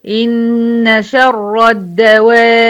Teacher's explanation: الدواب دي مد لازم كلمي مثقل، مد لازم يعني مدها 6 حركات، كلمي يعني في كلمة، مثقل يعني وراه حرف مشدد اللي هي البه المشددة. طيب انا لما اجي اقف على الدواب همدها 6 حركات، مد لازم كلمي مثقل، واما اجي اوصلها بالكلمه اللي بعدها برضو هتبقى 6 حركات مد لازم كلمي مثقل.